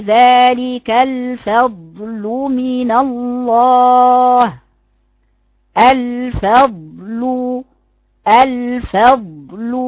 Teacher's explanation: الرخاوه صوتها طويل شويه مش الفضل فضل ما تقفليش صوتها